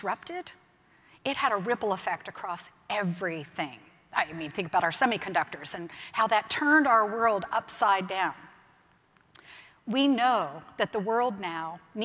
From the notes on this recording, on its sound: Keynote speech from May’s Automate conference in Detroit.